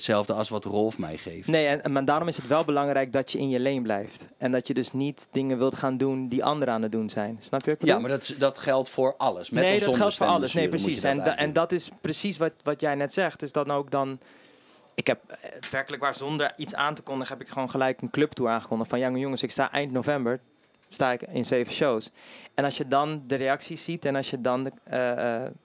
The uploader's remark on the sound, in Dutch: Feest in de kleinste kroeg backstage bij De Vrienden van Amstel LIVE